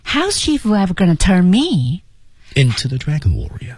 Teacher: 那么整个的语调啊基本都采取降调